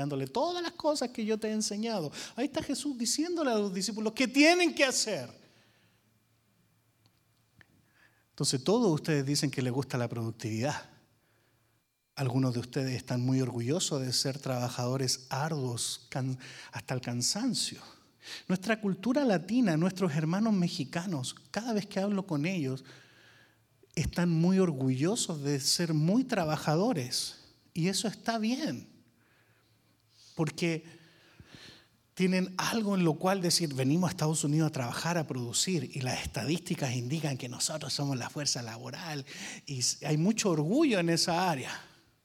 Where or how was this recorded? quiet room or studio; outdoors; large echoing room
large echoing room